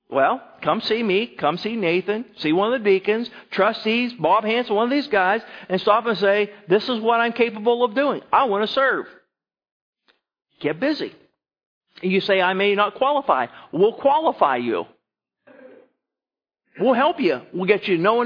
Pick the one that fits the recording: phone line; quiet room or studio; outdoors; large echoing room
large echoing room